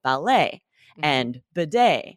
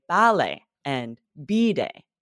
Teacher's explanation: But in British English, they emphasize the first syllable. · Shown in: second take